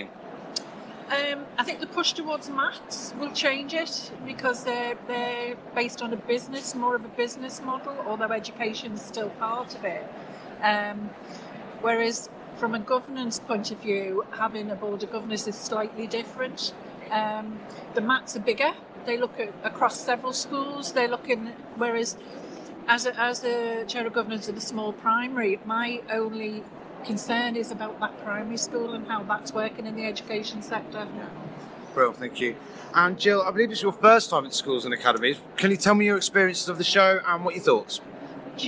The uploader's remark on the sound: A Day at the Schools and Academies Show London